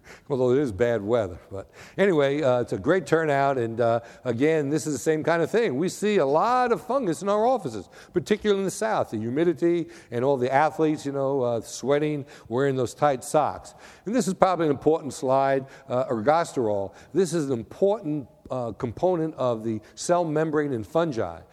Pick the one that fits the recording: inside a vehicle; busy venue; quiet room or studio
busy venue